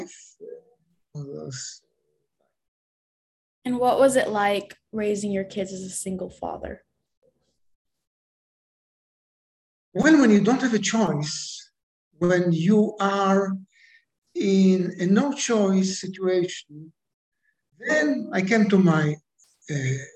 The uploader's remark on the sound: goes international via Zoom